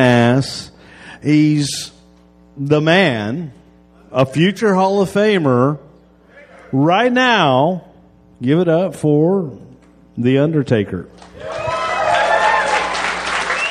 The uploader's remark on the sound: recorded at the Houston Improv